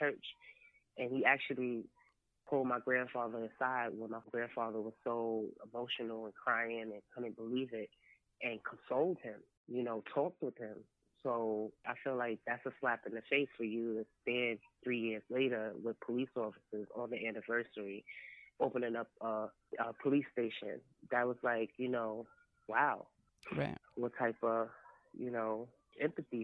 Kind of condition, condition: link, phone line